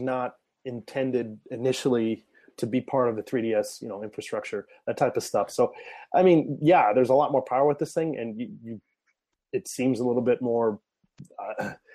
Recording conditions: video call